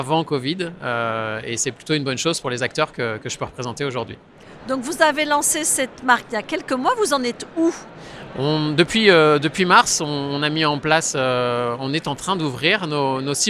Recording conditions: busy venue